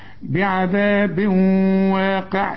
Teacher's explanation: التنوين اللي بعد واو، الواو من حروف الادغام، عاوزين غنى. بعذاب واقع لازم تغن، والقاف اخر درجات التفخيم، واقع والعين دائما مرقق.